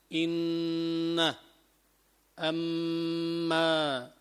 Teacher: وزاد جماعة الجوف، اعتبروه مخرجا، والخياشيم، وهو مخرج الغنة، لما يقول الإنسان إن أما، يشعر بطنين داخل أنفه، داخل خيشومه، هذا الطنين في داخل خيشومه يقال له الغنة